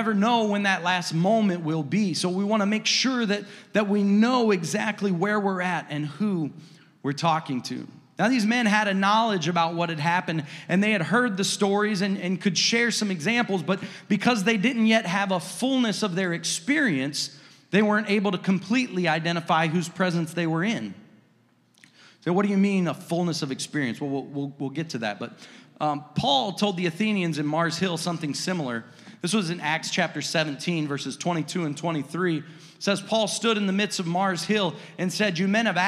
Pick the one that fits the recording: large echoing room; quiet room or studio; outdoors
large echoing room